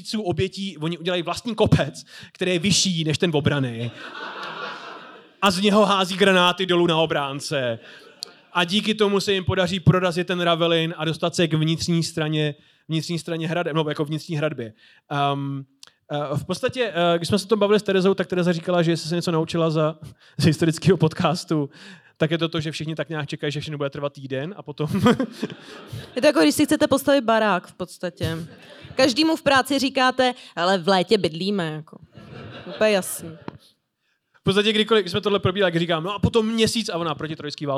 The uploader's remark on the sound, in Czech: Hodina dějepichu LIVE. Tentokrát vám přinášíme záznam z live vystoupení Hodiny dějepichu v pražském Rock Café o dobývání Vídně.